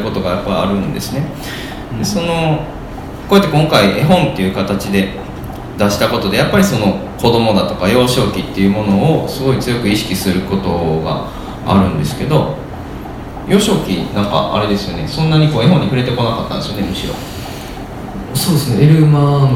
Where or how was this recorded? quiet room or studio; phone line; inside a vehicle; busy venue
busy venue